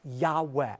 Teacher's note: God's personal name that most Semitic scholars believe is pronounced a breathy Yahweh